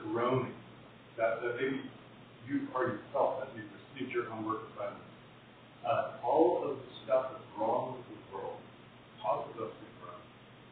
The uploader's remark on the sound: Apologies for the poor audio quality!